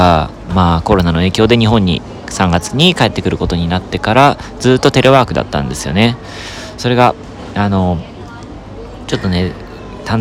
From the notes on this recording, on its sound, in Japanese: カタールのドーハ空港より収録！